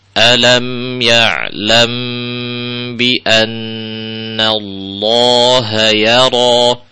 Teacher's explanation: mim sukun ketemu ba, ada hukum ikhfa syafawi, ditahan